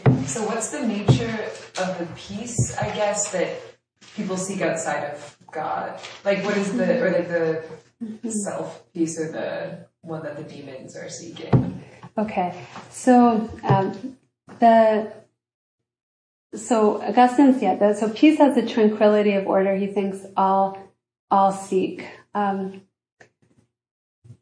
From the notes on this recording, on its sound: This lecture was given at Harvard University on February 23, 2023.